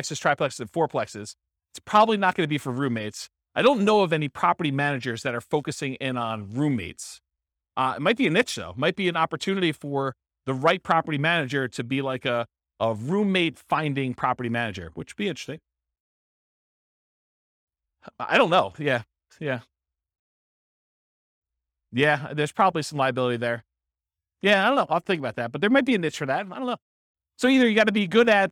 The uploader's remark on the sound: This was a live class recorded